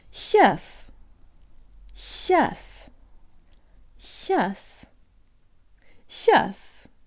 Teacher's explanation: However, there is an alternate relaxed pronunciation where the y and i краткое are omitted and the s combination turns into a sh pronounced with a high tongue